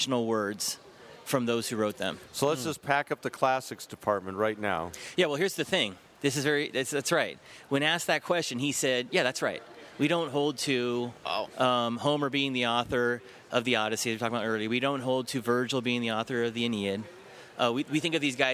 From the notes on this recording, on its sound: Recorded at the Higher Things Coram Deo conference on the campus of UNLV. The second hour of our special Las Vegas edition recorded at the Higher Things Coram Deo conference on the campus of UNLV.